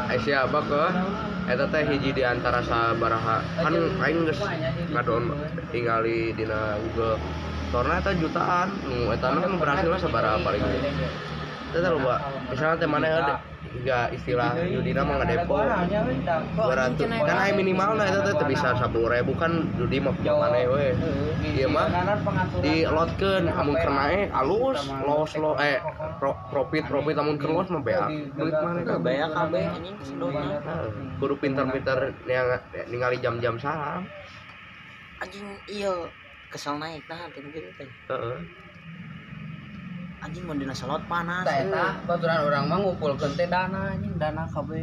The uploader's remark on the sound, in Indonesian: Pinggir jalan. Audio nya jelek banget.